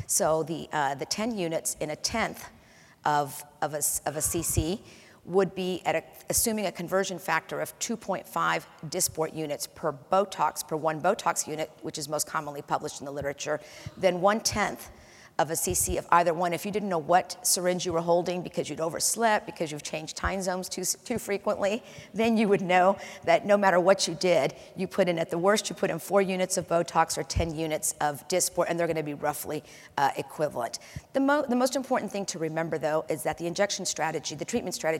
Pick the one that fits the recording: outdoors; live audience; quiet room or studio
live audience